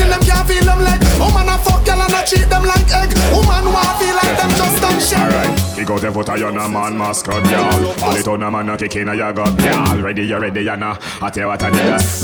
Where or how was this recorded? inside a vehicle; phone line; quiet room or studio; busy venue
busy venue